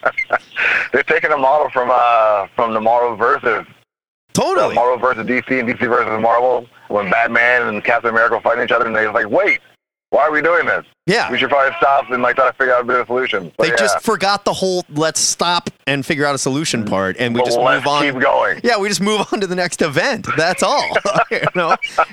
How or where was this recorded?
phone line